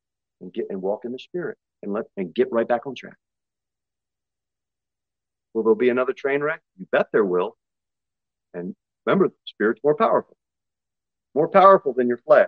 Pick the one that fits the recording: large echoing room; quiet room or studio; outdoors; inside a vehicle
large echoing room